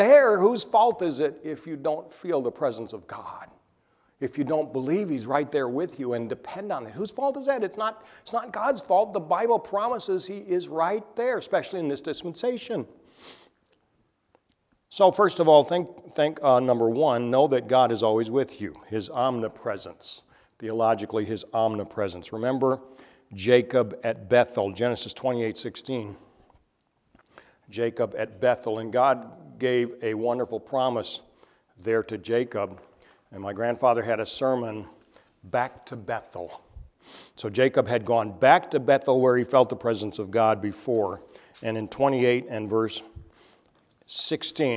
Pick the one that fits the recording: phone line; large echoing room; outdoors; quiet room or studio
large echoing room